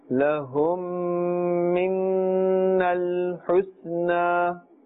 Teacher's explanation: here we are doing ghunna, because after meem sakin is a meem, we are doing ghunna.